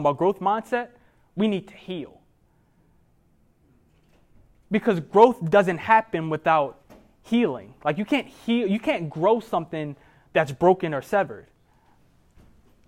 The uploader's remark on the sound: keynote speech that he delivered at the Baltimore Emerging Leaders Conference in December of 2023